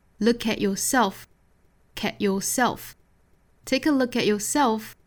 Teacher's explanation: Take a look at yourself.注意前面的连读 take a look at yourself. At 后面的 t 的发音同样可以把这个音不爆破